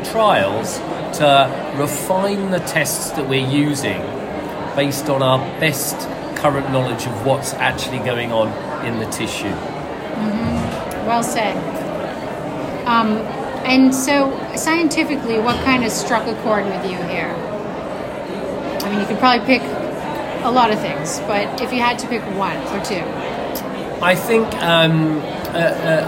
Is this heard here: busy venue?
yes